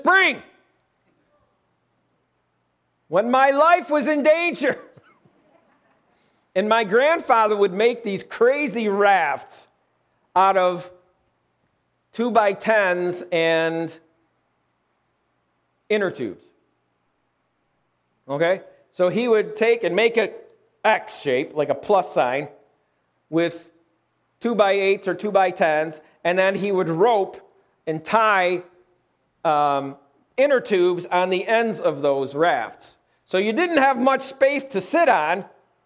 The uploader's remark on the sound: Lighthouse - Alabama Full Gospel Fellowship. This message was recorded live at the Lighthouse.